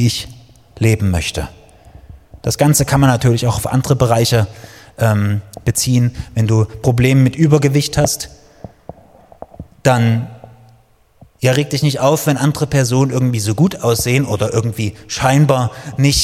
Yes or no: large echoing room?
yes